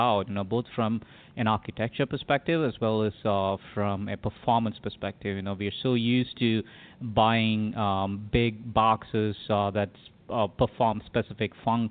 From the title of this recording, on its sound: Live - NFV World Congress 2017